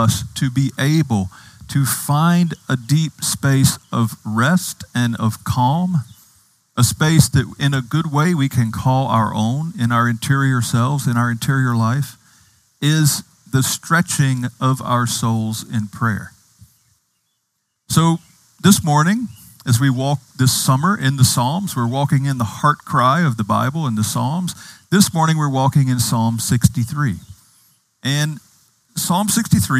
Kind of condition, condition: setting, outdoors